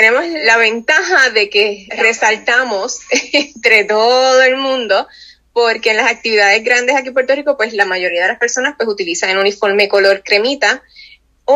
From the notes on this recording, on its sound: Held a Zoom call with a Sea Scout Ship in Puerto Rico. This entire interview is in Spanish.